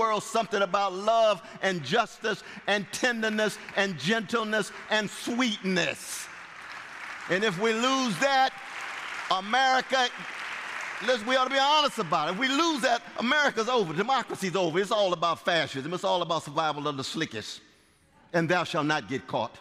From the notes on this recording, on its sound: It was recorded in front of a live audience of more than 1000 at Westminster Presbyterian in Downtown Minneapolis on May 20, 2023.